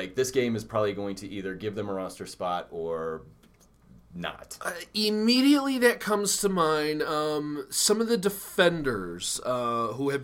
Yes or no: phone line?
no